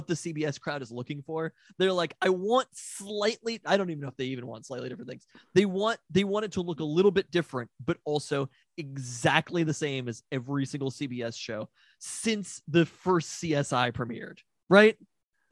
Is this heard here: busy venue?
no